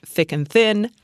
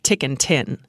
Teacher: And instead of TH, they used T. · Shown in: second take · So instead of thick and thin, tick and tin.